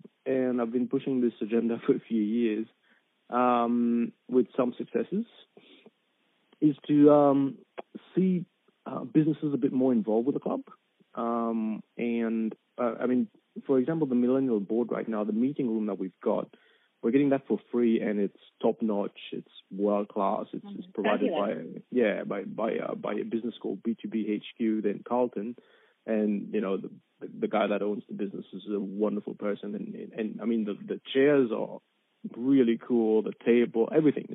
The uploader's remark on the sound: Telephone interview originally aired on 3WBC 94.1FM.